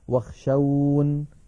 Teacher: ونقف عليها واخشون هكذا بحذف ياء المتكلم